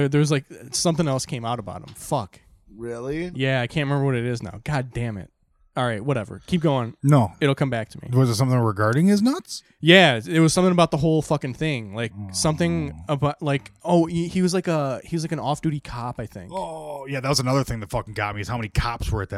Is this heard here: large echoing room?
no